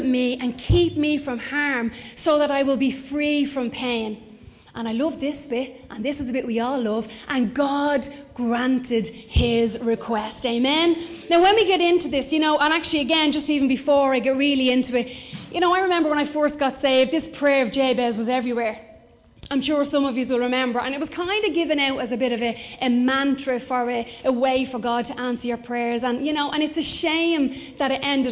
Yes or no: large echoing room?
yes